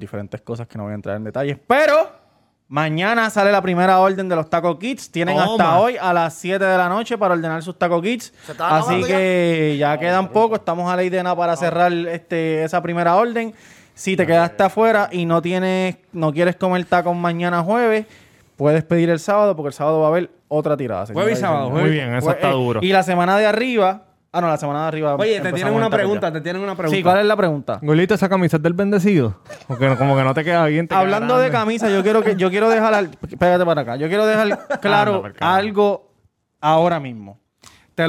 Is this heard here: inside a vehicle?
no